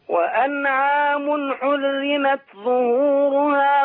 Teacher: نعمل همس في التاء حتى نخلص التاء المهموسه من الطاء المجهوره الغير مهموسه